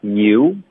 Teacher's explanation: you 没有变化，不过会有这个撅嘴的动作，是个滑动